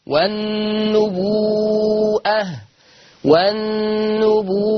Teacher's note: إشباع الواو المادية لأنها مد متصل، والنبوءة ما ننساش زمن الواو تتمد 6 حركات.